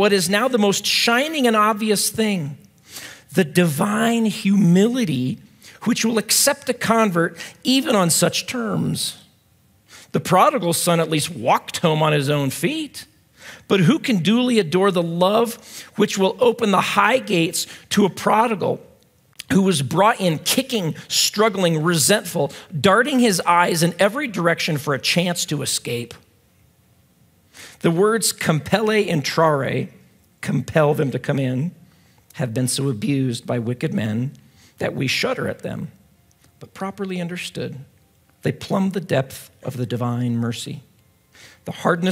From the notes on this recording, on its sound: At Timberline Church.